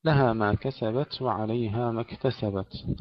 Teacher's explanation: الهمس في التاءين بدون قلقلة، وكذلك الكاف تهمس ولا تقلقل.